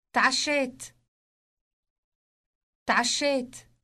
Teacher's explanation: It starts with a T sound followed by a sound produced deep in the throat. Note also the elongated sh sound.